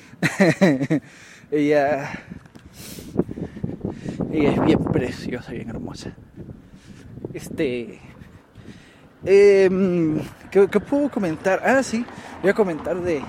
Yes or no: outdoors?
yes